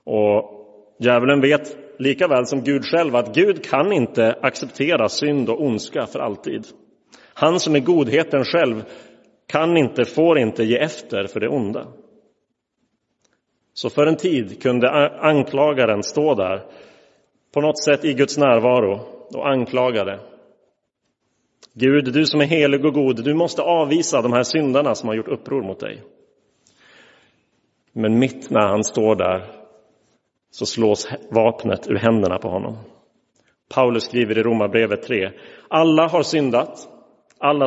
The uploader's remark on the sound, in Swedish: Inspelad i Roseniuskyrkan den 2 oktober 2022.